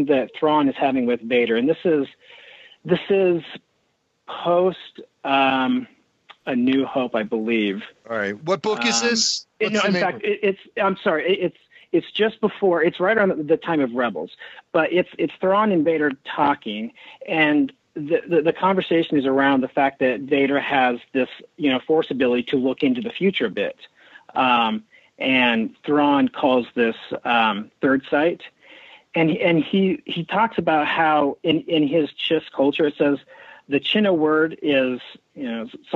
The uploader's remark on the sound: RFR Live Call-In Show. Spotlighting live listener calls for the whole show.